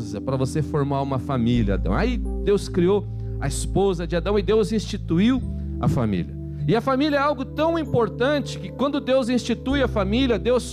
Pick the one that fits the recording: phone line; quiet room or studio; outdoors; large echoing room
large echoing room